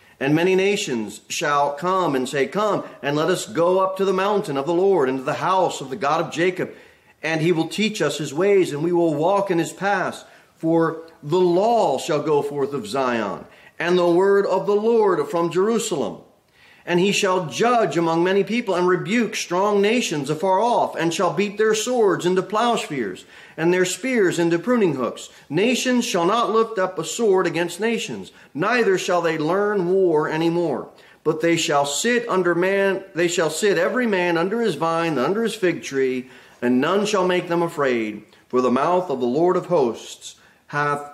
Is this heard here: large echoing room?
yes